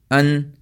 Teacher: طرف اللسان اور آپ کے اوپر والے جو دو دانت ہیں ان کے مسوڑوں کے ساتھ لگے زبان، تو وہ جو ہے وہ ان، یہ آواز نکل گیا آپ کی. · Term: نون